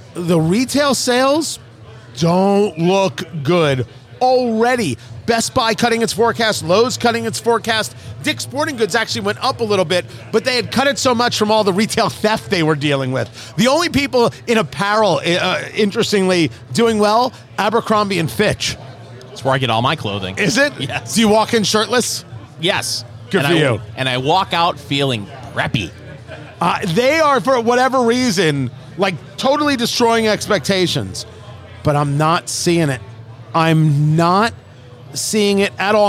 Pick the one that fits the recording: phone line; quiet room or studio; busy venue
busy venue